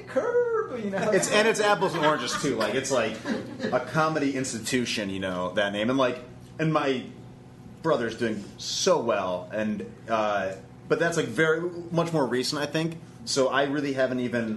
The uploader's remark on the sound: Caught up with them at this year's Chicago Improv Festival.